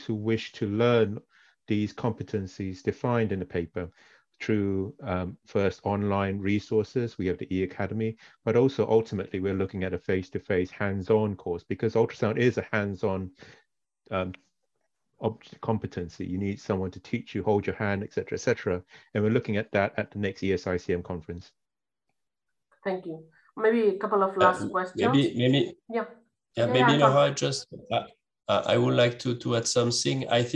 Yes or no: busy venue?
no